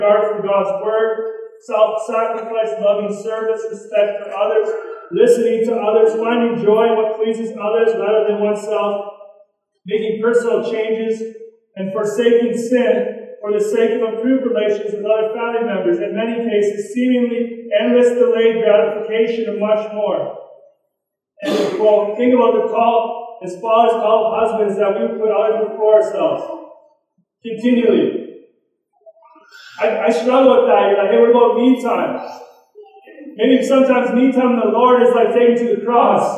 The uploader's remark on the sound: poor recording